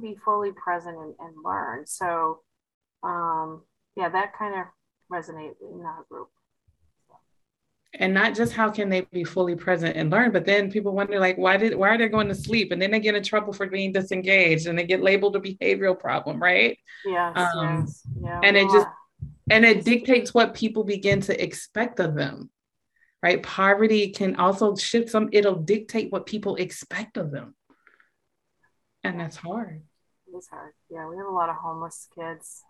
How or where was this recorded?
video call